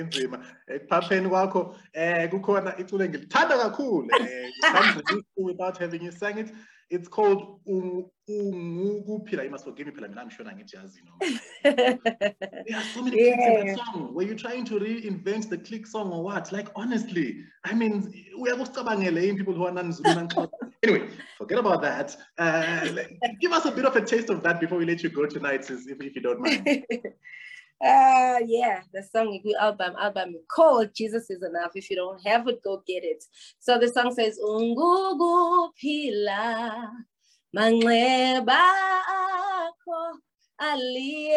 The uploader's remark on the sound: The series is webcast via Zoom